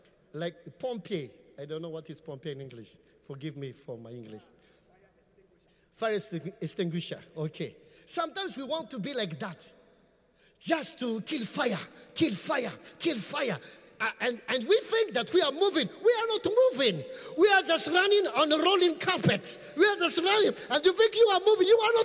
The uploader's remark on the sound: Preached at the Qodesh.